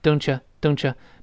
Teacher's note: “Don't”那个 t，跟 you 前面那个 ye 要变成 ch